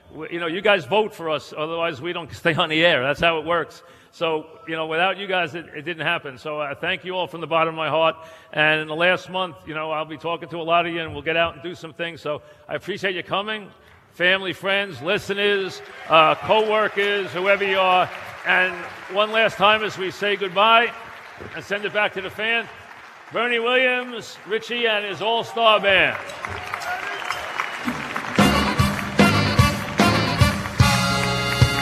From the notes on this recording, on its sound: Live at the Tilles Center